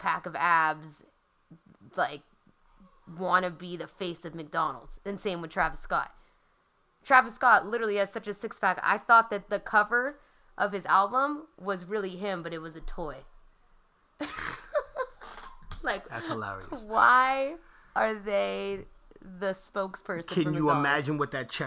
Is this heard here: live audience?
no